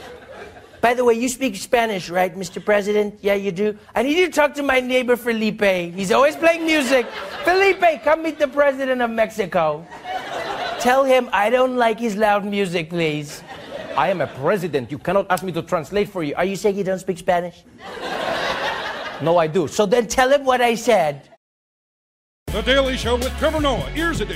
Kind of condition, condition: setting, live audience